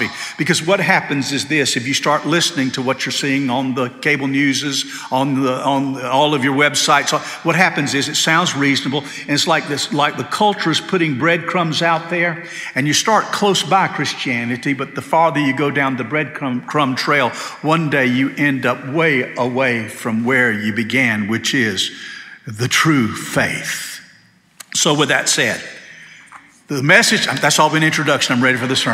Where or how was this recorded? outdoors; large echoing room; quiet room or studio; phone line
large echoing room